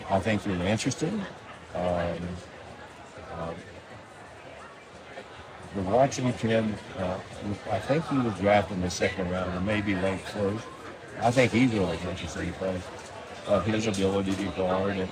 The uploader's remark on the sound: There is a lot of background noise in this interview.